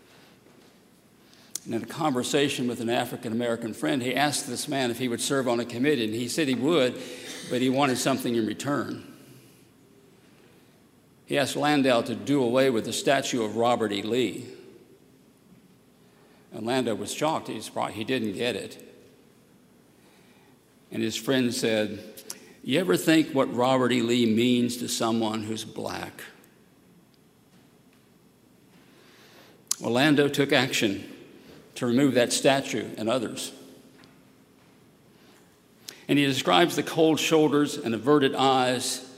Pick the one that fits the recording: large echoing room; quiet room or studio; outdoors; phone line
large echoing room